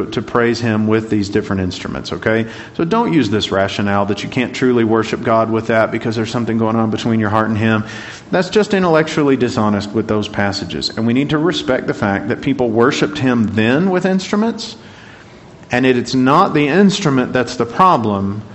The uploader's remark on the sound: Class Recording